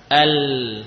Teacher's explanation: adapun lam adalah tepi bagian depan dan ditempelkan pada gusi